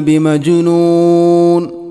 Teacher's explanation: ബിമജ്നൂൻ ജീമിനെ ഖൽഖല ചെയ്യണം